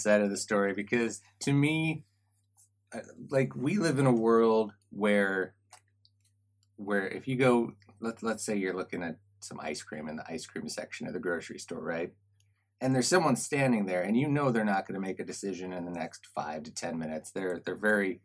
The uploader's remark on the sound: We are soo sorry about the sound quality on this one episode and for not going out on-air.